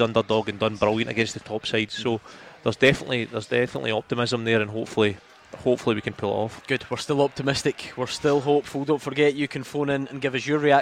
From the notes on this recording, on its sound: live from Scotland HQ at Drygate Brewery